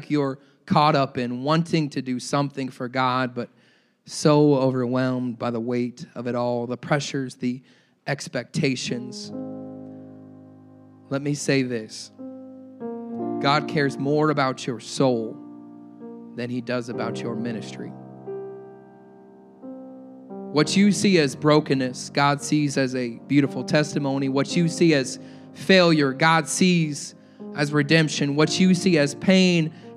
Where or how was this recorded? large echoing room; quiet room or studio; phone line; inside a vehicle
large echoing room